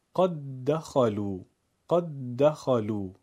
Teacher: ببینید، قد دخلو، دال ساکن، دخلو دوباره دال تکرار میشه ولی به صورت متحرک. دال اول رو حذف میکنیم و دومی رو با تشدید ادا میکنیم. یک باره قد دخلو، قد دخلو، به این میگیم ادغام.